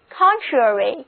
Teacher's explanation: contrary,重音放在第一个音节上